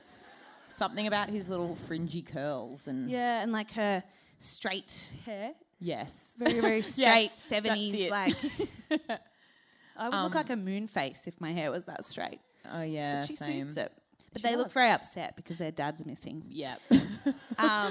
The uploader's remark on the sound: this is Part 1 of our sold out Melbourne live show held at Chapel Off Chapel on Dec 15